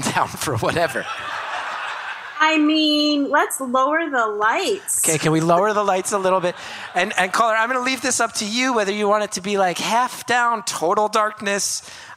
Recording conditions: live audience